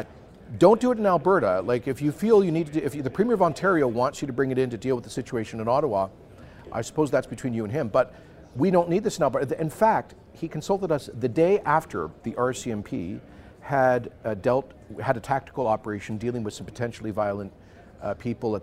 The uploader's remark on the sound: coming to you from the Canada Strong and Free Conference in Ottawa!